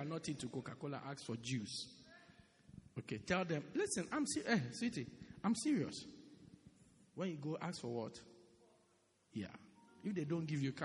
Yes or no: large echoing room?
yes